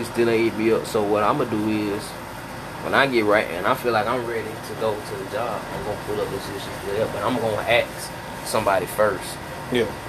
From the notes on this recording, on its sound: "Balcony Banter". Outside noises are heard, given where we recorded.